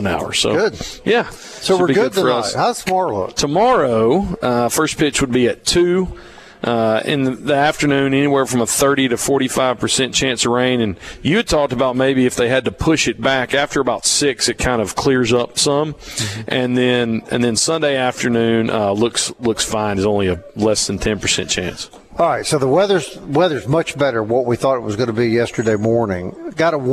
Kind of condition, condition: setting, busy venue